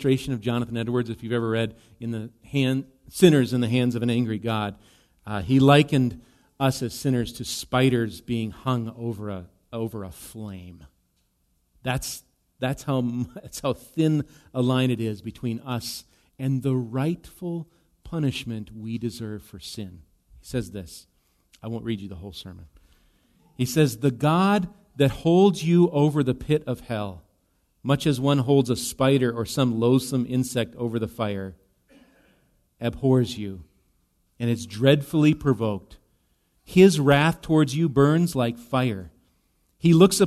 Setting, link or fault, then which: setting, large echoing room